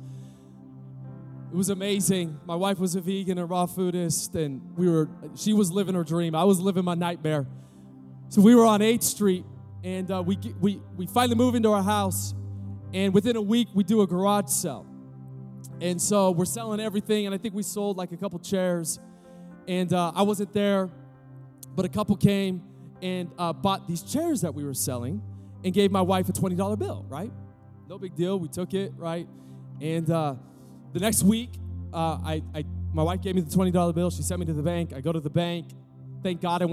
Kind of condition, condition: setting, large echoing room